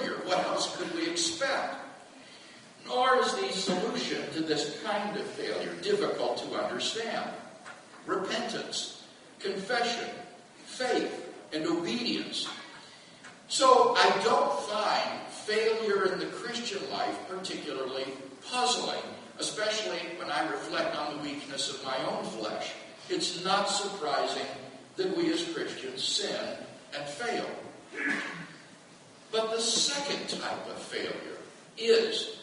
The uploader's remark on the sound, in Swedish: Inspelad i Betlehemskyrkan, Stockholm 2012-04-22.